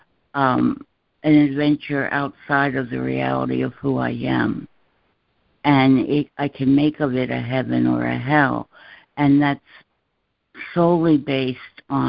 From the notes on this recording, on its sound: ACIM Daily Conference Call